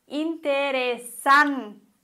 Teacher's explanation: Betonung auf der vorletzten Silbe. San. Und kein Akzent.